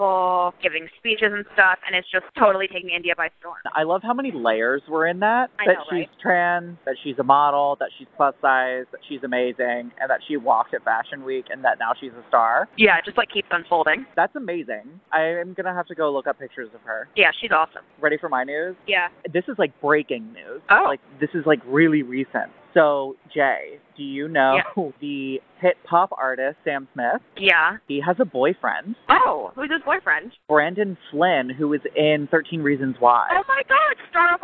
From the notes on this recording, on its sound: This week we're coming atcha live from the streets of New York on our synced up lunch breaks at work!